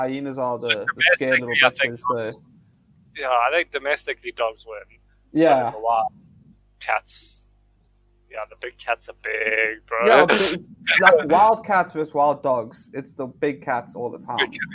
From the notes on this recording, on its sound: Excuse the quality, this was the first time we tried to record so it can only get better from here!